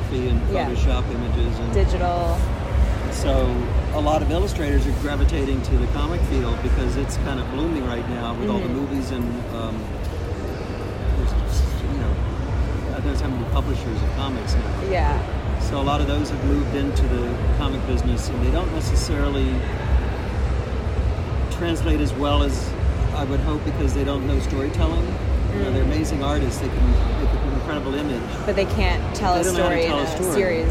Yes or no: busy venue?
yes